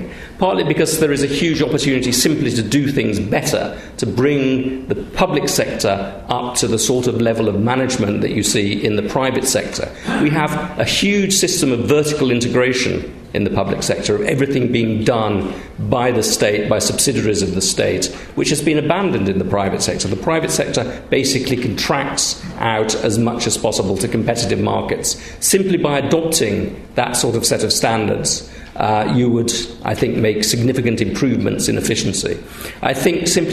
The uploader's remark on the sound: Recorded on 10 November 2014 in Sheikh Zayed Theatre, New Academic Building.